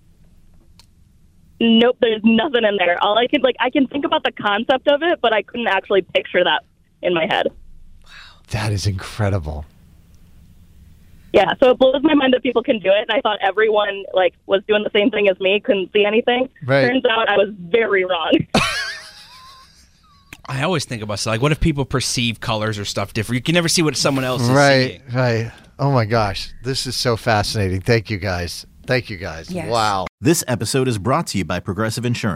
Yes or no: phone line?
yes